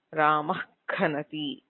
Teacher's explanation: सो कर्कषव्यञ्जनेषु क ख एतयोः परयोः जिह्वामूलीयः अथवा विसर्गः भवति